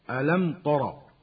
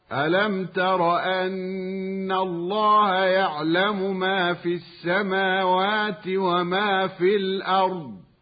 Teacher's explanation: كما نسمع خطأ من يفخم التاء لطغيان تفخيم الراء المجاورة لها · Shown in: first take